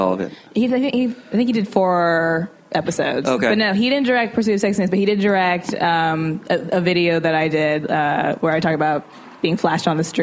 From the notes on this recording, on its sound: Recorded live during Clusterfest 2018 in San Francisco. Comedy Central was kind enough to ask me to host a series of Clusterfest panels for the media that they called fireside chats.